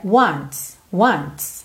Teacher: Esse t do wants até aparece, mas é bem sutil